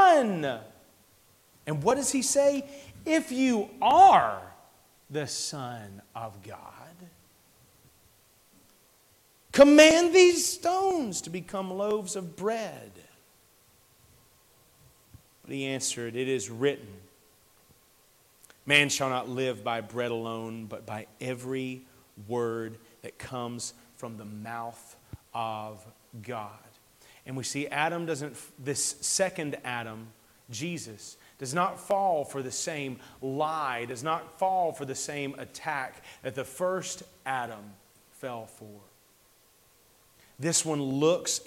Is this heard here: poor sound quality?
no